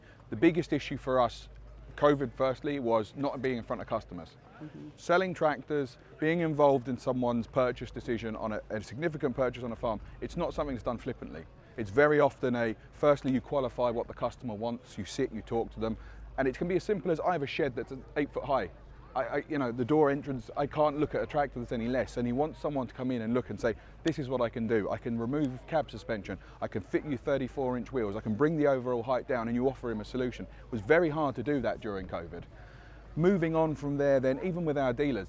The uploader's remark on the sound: The team is ‘on location’ at the FTMTA Farm Machinery Show 2022 at Punchestown Racecourse in Co. Kildare.